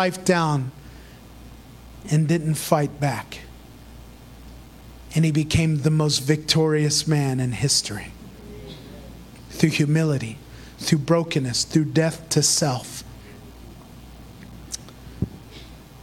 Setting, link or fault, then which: setting, large echoing room